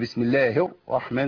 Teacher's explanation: يبقى اقول ايه بسم الله الراء، ماشي بسم الله الرحمن زي ما الناس بتعمل، بيعملوا شده ويقطعوا الصوت في الراء، والراء فيها ايه جريان صوت فتره بسيطه قوي